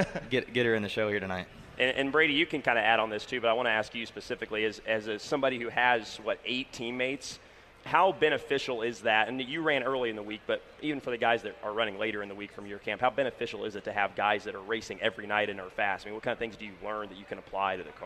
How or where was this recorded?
busy venue